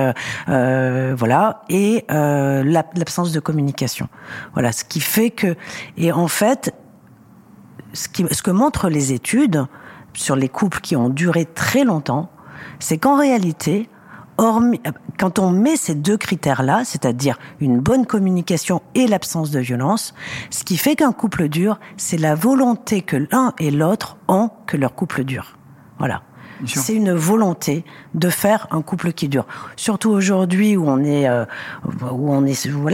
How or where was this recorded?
busy venue